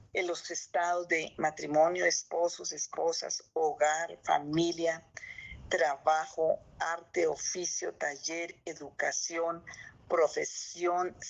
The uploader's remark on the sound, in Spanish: Zoom miércoles.